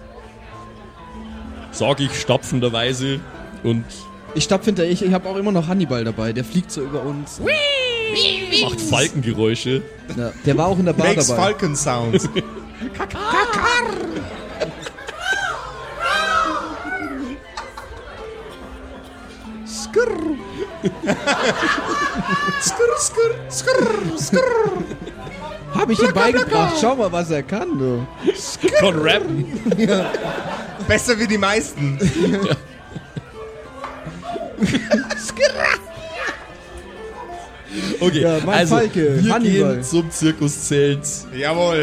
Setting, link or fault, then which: setting, live audience